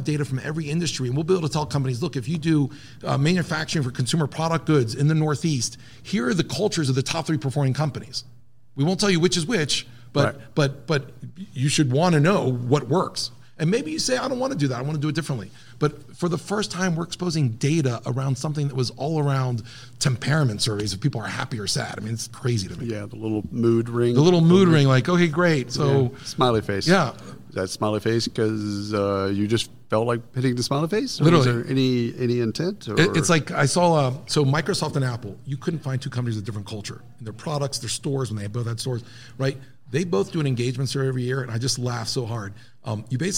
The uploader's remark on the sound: Live from SHRM Talent.